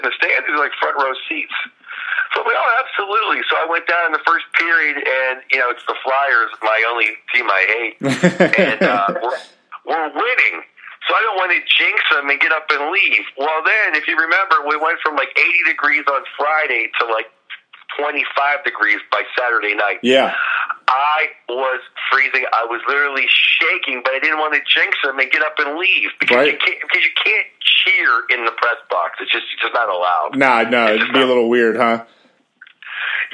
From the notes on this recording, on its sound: We make podcast history with the first call in from a land line to a flip phone.